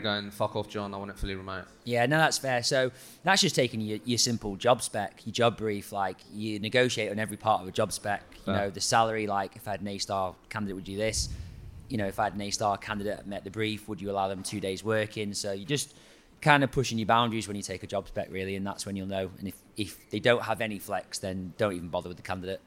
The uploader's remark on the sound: LIVE Podcast In Manchester. For the very first time, we took the LIVE podcast events we have done in London to Manchester.